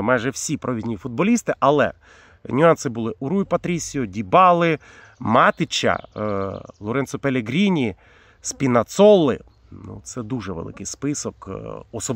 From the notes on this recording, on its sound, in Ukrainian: Цього разу він записує свій влог не з комфортної студії, а з джунглів Чернігівщини, де проходить службу у Збройних силах України.